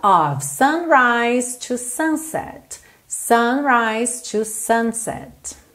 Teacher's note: Esse of, O-F, sempre tem som de O-V.